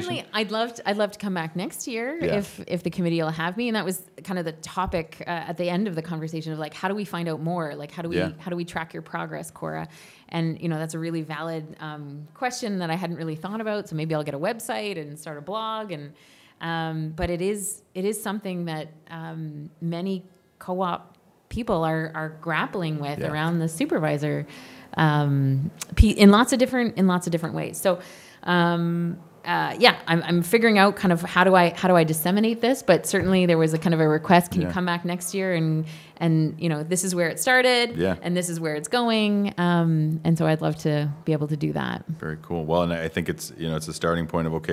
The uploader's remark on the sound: Live from the 2023 CEWIL Conference in Halifax, NS